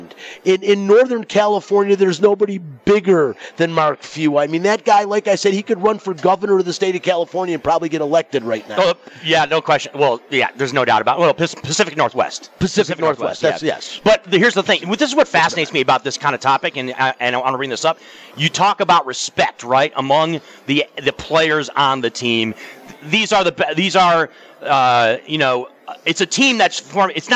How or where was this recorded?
busy venue